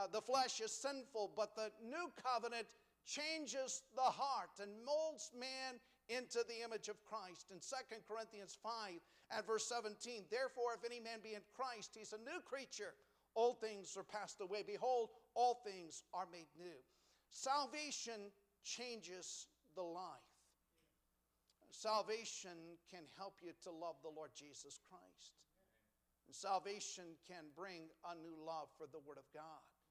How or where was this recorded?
large echoing room